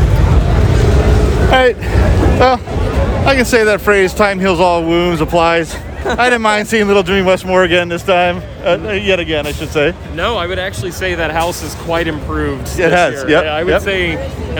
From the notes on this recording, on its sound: Record their walk throughs. HHN30 Opening Night Instant Reaction!